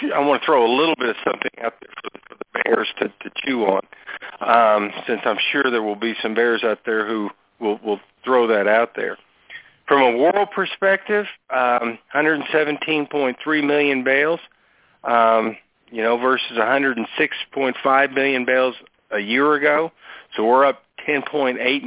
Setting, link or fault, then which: link, phone line